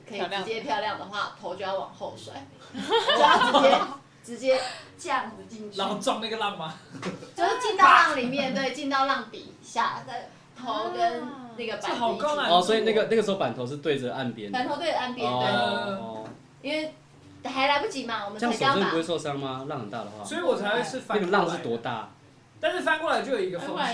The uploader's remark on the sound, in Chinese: 台東浪人槓起來之夜！這一集的收音不是很專業請大家多包涵。在結束一天逐浪的晚上，在民宿的桌上大家一起閒聊一些衝浪技巧、衝浪經驗。